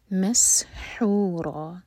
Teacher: حا حلق سے را دو حرکہ لمبا اور ہیوی، یہ ہے مد عوض عن التنوین.